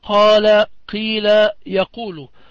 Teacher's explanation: هذا المد الطبيعي وقدره حركتان